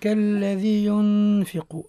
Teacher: ينفق النون عند الفاء، الإخفاء بغنة عند الفاء